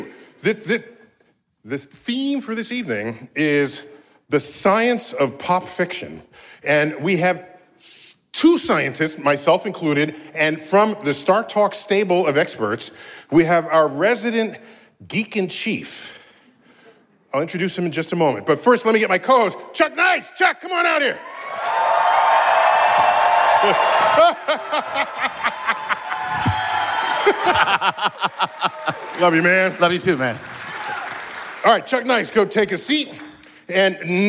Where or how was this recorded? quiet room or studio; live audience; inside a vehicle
live audience